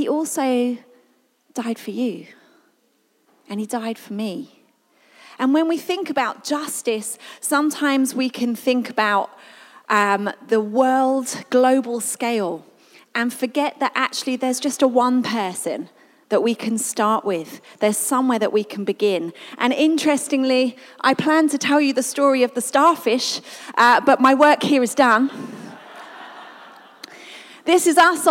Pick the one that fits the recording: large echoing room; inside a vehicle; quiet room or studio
large echoing room